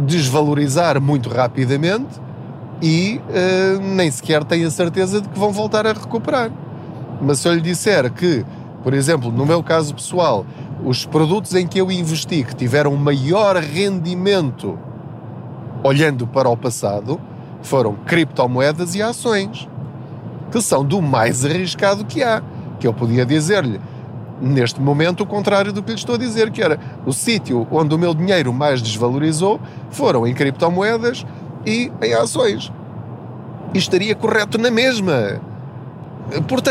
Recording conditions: background noise